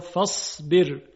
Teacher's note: حرف صاد اگر دقت کنید مثل سین تلفظ میشه، یعنی مخرجش یکیه با سین